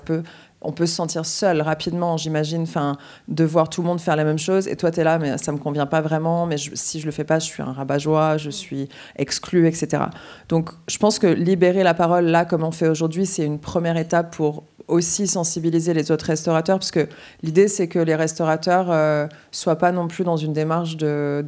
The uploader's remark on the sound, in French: Table ronde enregistrée le 18 avril 2023 à La Mercerie, à Marseille